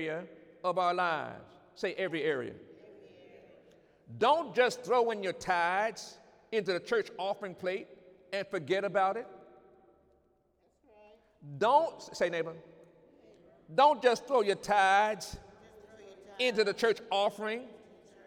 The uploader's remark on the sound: During Sunday morning service on November 17, 2019